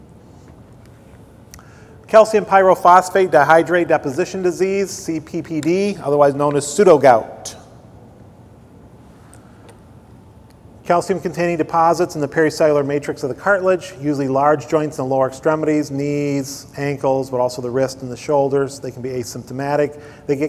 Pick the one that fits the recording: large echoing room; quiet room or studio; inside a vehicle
large echoing room